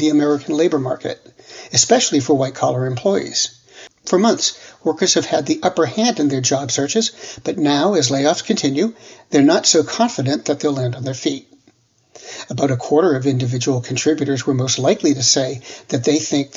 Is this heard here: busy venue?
no